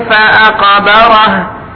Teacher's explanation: القاف ساكنة تقلقل، من حروف قطب جدة